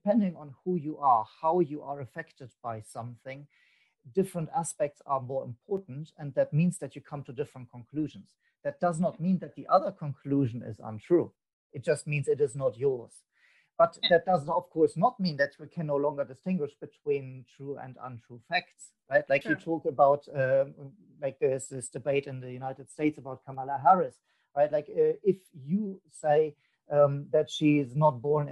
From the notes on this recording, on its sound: This podcast was recorded via ZOOM app.